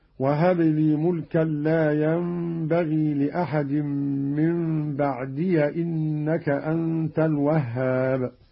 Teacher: قرأ قالون بفتح الياء من بعد وصلا هكذا